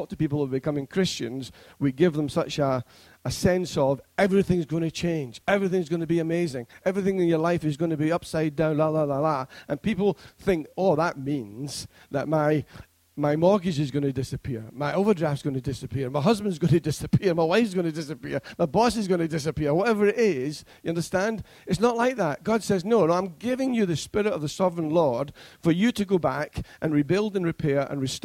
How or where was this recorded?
large echoing room